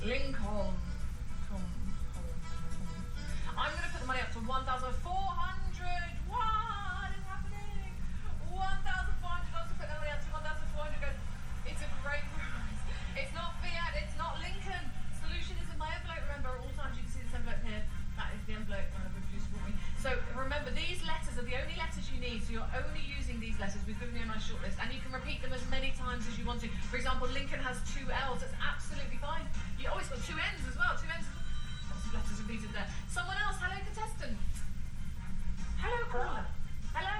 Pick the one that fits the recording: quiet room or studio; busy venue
busy venue